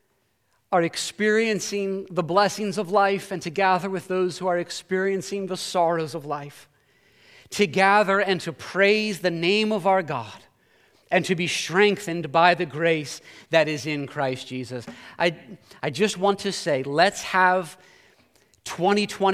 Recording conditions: large echoing room